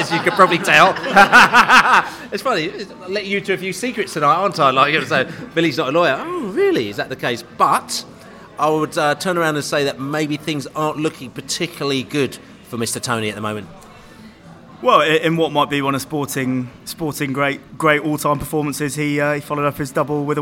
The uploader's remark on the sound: The 'Football is Back' Pod From the Pub. A much-celebrated return to The Globe pub to record the latest podcast - old skool style.